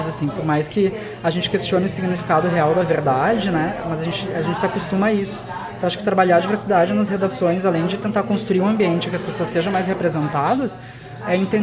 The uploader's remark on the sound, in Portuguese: O bate-papo foi gravado no Café do Duque, no Centro Histórico de Porto Alegre, em setembro de 2016.